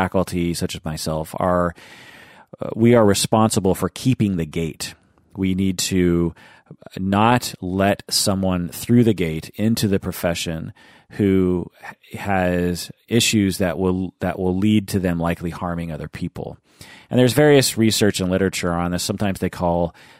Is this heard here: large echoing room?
no